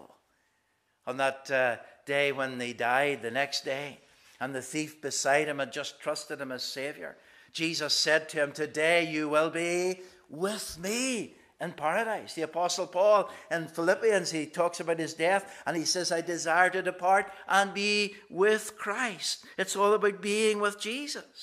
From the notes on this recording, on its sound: This is the recording of the Bible reading and sermon from our morning service on Sunday 19th March 2023. Minister of 1st Portglenone Presbyterian Church.